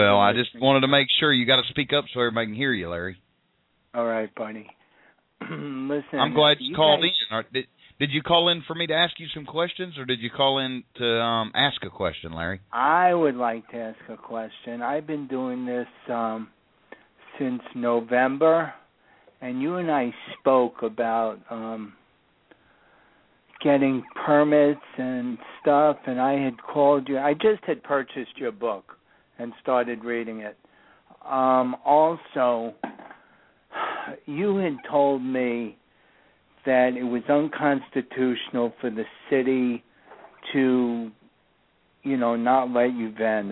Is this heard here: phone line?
yes